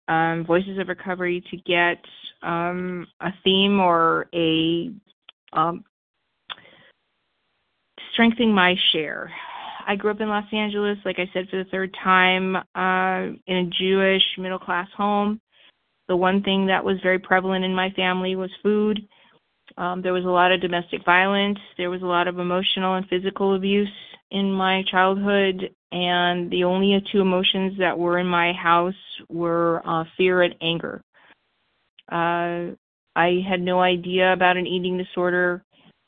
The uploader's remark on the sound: Phone Meeting, 12/1/23.